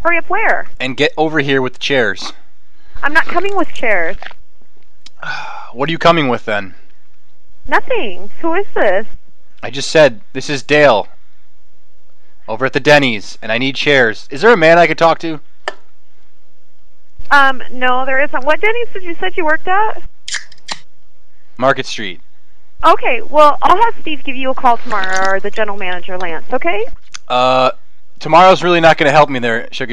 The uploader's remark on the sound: Prank Phone Calls